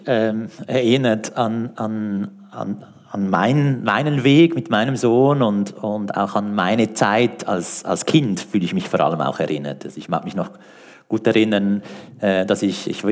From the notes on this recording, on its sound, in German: Gespräch im Rahmen der Ausstellung «Natur. Live-Aufnahme im Stapferhaus.